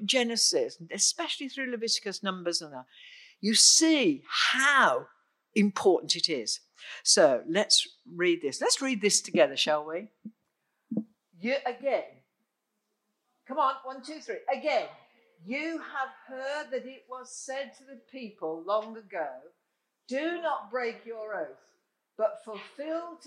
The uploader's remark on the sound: Recorded on 13th June 2021 at Raunds Saxon Hall under limited covid rules and regulations.